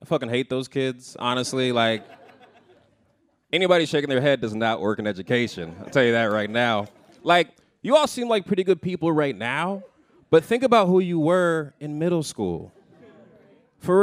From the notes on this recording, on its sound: A Rightnowish Comedy Night at KQED's headquarters in San Francisco. The evening consisted of a quick Q&A and an open mic segment where audience members came up and cracked some jokes.